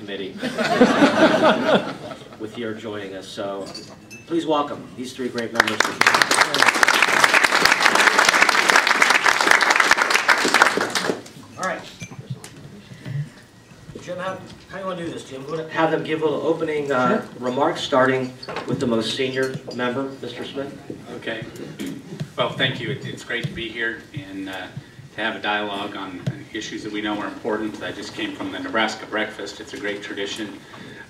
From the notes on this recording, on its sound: WASHINGTON, DC. At a breakfast meeting of The Ripon Society.